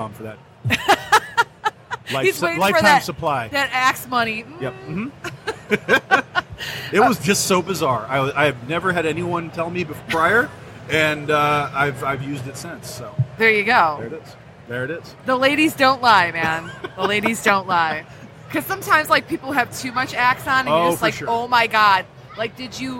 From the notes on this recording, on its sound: Live from Motor City Comic Con